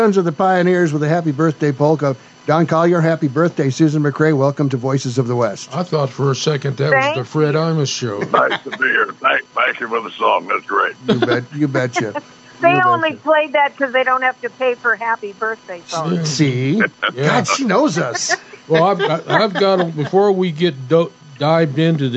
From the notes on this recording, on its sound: joins us by phone